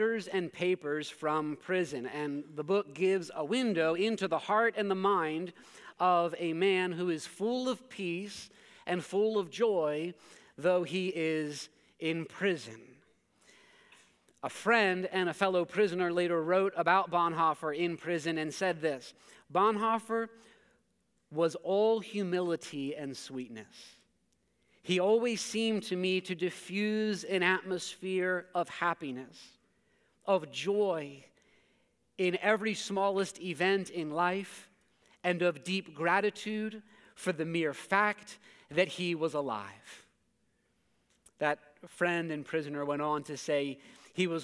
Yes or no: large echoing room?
yes